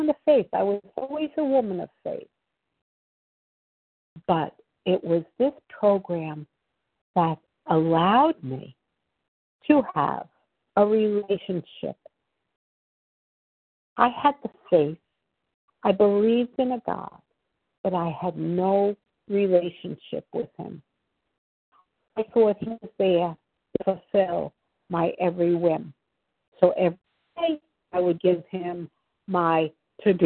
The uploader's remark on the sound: 100 Pounders Phone Meeting